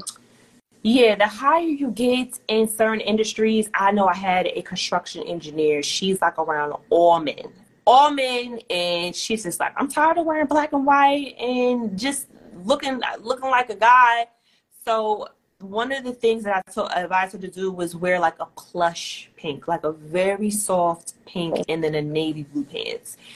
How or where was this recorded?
video call